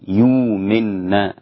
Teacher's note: يؤمن أبدل السوسي وأبو جعفر وورش وحمزة وقفا، يؤمن واوا، الهمزة أبدلها واوا، يؤمن هكذا.